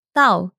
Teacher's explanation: Tao is fourth tone, the falling tone.